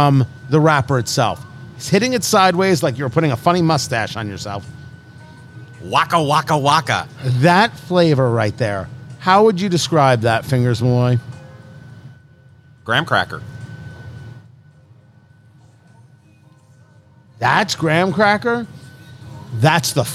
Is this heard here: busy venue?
yes